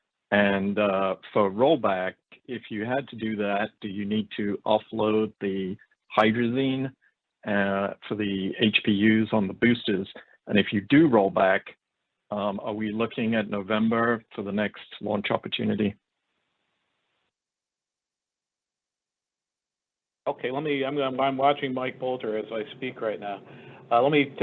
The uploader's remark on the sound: On Friday, officials talked with reporters about the testing data. That teleconference audio is in this podcast.